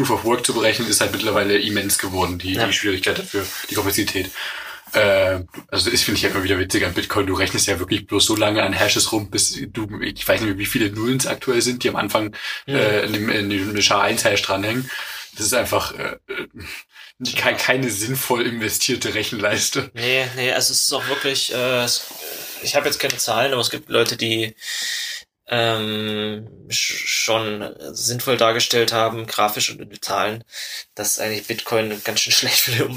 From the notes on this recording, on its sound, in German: Haben uns aus Mangel an Planung doch erstmal wieder mit alter Audiotechnik eingefunden. Sorry für die Qualität, wir werden das hoffentlich irgendwann(tm) mal besser hinbekommen.